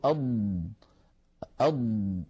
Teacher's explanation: فالضاد يا إخوتي حرف مجهور وليس فيه جريان للصوت للنفس، لأنه ليس من حروف سكت فحثه شخص، فلما نقول أض نجد بأنه لا يجري معها نفس ولكن الصوت يمتد · فالضاد مجهورة يعني لا يجري معها نفس لكنها رخوة يعني يجري معها الصوت · Term: رخاوة